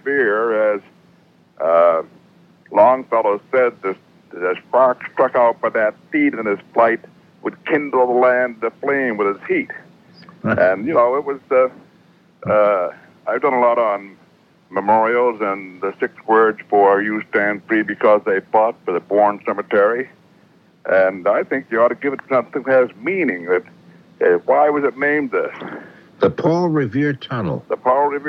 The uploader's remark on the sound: I’m on the phone. Producing and playing in studio.